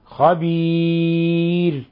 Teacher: حالة الوقف نرقق الراء لأن مسبوقة بياء ساكنة، خبير، وهنا يخطئ كثيرون حينما يفخمون الراء عند الوقف.